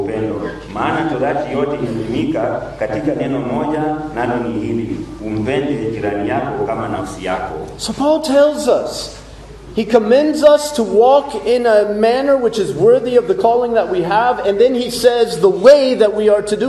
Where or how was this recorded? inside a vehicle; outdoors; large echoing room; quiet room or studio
large echoing room